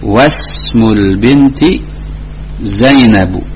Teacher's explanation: Kalimat ismun yang pertama dengan ismun yang kedua sama, Tapi karena kalimat yang kedua ini terletak setelah wa dan pembacaannya dilangsungkan, maka hamzahnya tidak dibaca, tapi langsung pada huruf sin · Term: hamzatul wasal